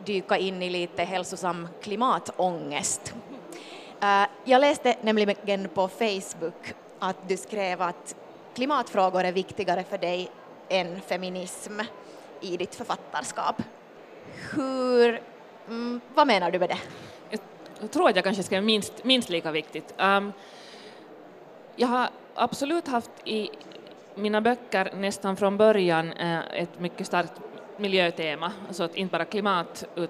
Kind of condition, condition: setting, busy venue